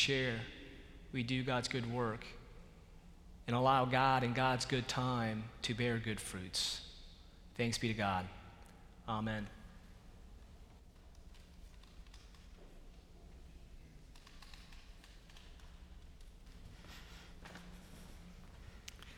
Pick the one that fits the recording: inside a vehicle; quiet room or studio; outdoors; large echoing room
large echoing room